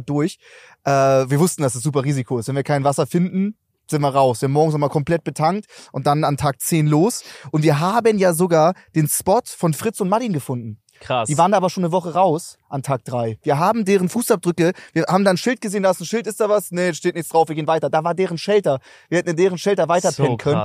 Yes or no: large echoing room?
no